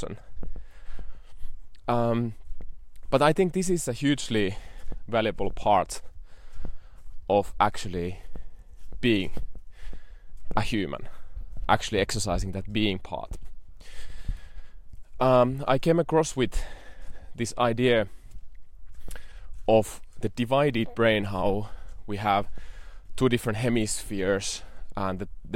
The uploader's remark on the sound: I am also trialing a new format of walk & talk in the nature.